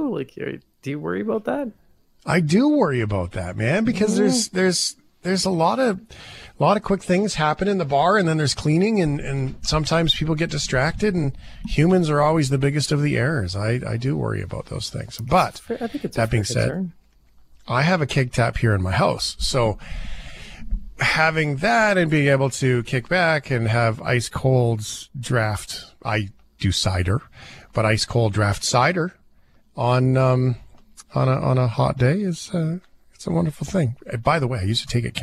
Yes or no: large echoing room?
no